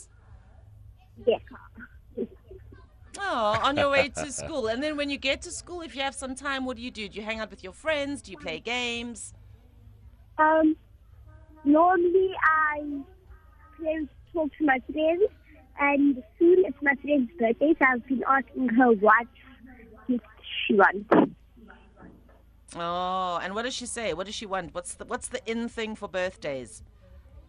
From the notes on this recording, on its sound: TODAY’S BACK TO SCHOOL OUTSIDE BROADCAST. Live from FOURIE PRIMARY SCHOOL.